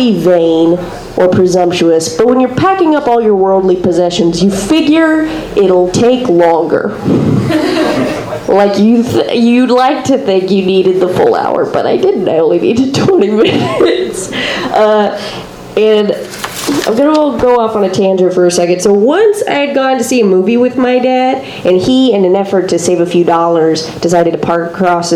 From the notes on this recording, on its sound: Live from Genuine Joes